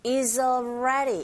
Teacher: 자음 already에 어 강세 없습니다. Already 여기 있기 때문에 어가 s에 붙어서 is already 이렇게 발음이 되죠.